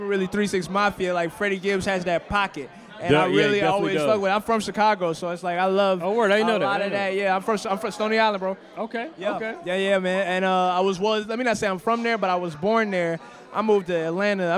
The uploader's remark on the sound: This past week we had the opportunity to be a part of Adventure Time ATL. The indoor festival experience was beyond dope and we just so happened to record our podcast live for nearly 4 hours!